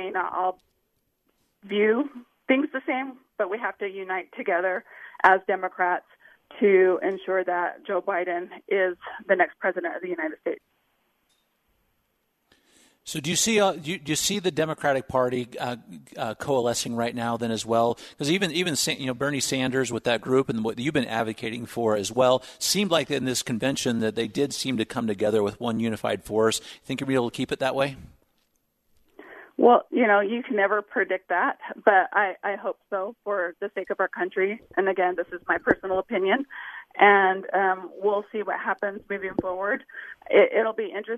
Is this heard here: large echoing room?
no